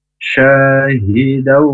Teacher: Tanwin fathah aslinya syahidan karena ada wawu tasdid maka n-nya itu diganti dengan atau dilebur ya, diganti masuk ke huruf wawu. Jadi di W-nya kita berdengung. Syahidau. Nah, ditahan dua harokatnya itu di huruf wawu yang ada tasdidnya. · Term: idghom bihunnah